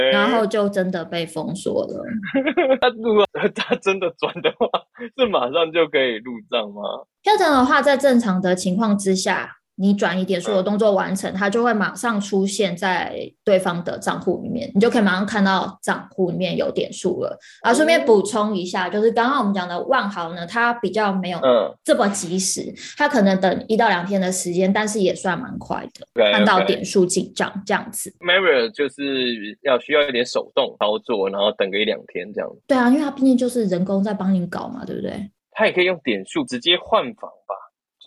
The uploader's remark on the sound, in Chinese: 很抱歉這次因為無法克服的原因，因此我們只能線上錄音